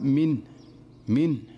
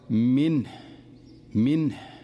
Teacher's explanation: الصحيح أن يحكم سكون النون وينتبه لإظهار الهاء واضحة · Shown in: second take · لأن حقيقة الهاء أنها ضعيفة فلا ينبغي عليه أن يهمل الهاء، فيقرأها بهذه الطريقة منه منه.